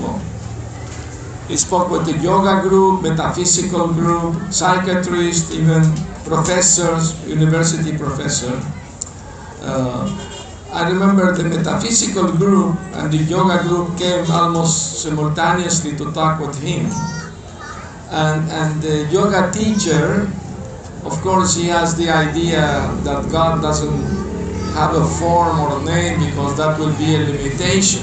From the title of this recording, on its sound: Lecture tonight in the Ratha Yatra festival in Georgetown Guyana